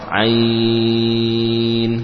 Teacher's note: Yang panjang ya-nya, ya. Jangan langsung ke nun. Ain, bukan.